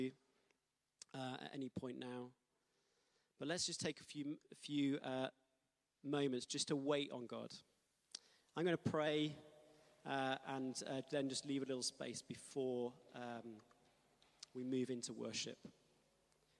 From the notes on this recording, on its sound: Streamed live at St Paul's Shadwell on Sunday, 3 Sept 2023.